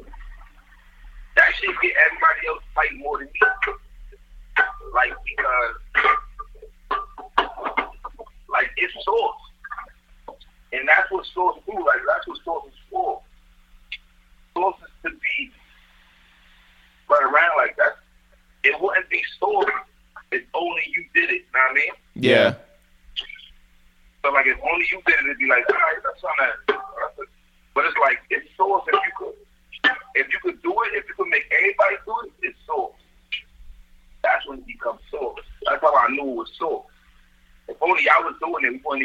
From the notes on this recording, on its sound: We make calls from our Upper West Side apartment. We get on the phone with Hot 97/ESPN/WWE personality. We get a live look in at him in the kitchen.